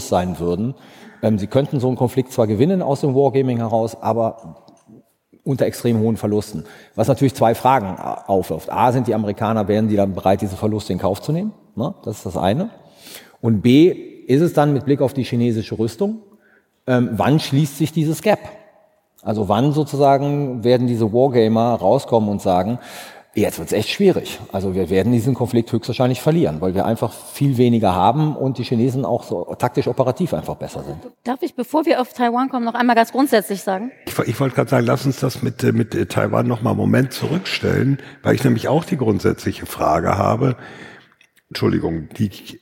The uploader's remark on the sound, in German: Live vor Publikum im WDR Sendesaal in Köln.